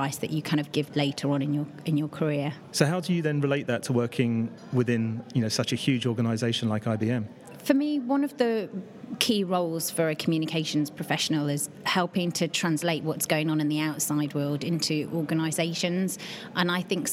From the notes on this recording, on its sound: recorded in partnership with PRWeek UK at their PharmaComms conference in London